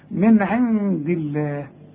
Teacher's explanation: كتاب من عند الله، نون وبعدها دال، والدال من حروف الاخفاء، هخفي، من عند الله، يبقى النون العين حظهرها، النون الاولى حظهرها لان العين من حروف الاظهار، النون الثانية حخفيها لانها بعدها دال، والدال من حروف الاخفاء، من عند، من عند الله.